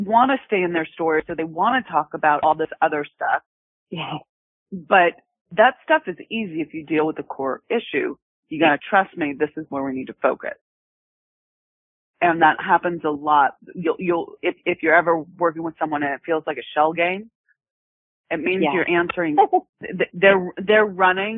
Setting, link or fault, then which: link, phone line